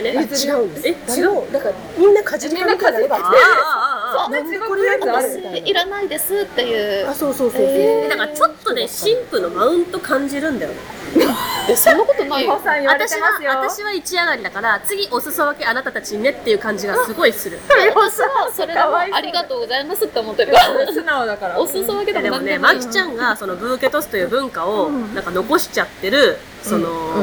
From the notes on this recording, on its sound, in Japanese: 結婚式直後に式場収録